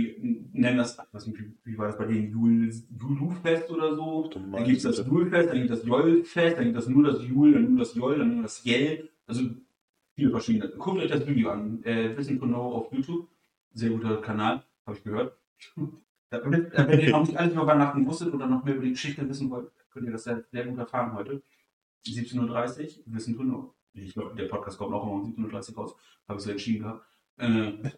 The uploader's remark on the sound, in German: Der Ton ist mal wieder eine Katastrophe